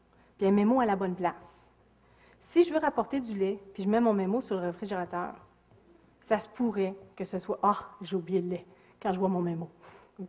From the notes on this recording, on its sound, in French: Extrait de la conférence. Au cégep de Sainte-Foy.